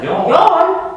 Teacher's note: Este o vocală lungă, de fapt este cu adevărat dublată vocala.